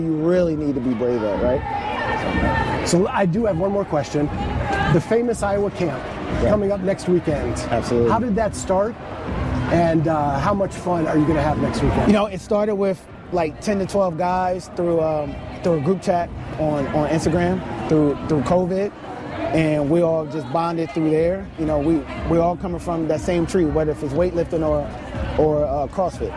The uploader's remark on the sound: Bonus Episode Live from TFX!!!